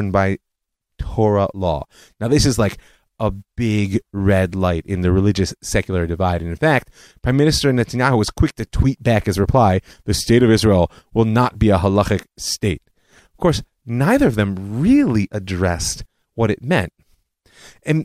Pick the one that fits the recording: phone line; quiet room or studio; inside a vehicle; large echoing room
quiet room or studio